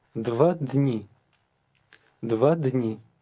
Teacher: The word days starts with a DN combination, as in hidden.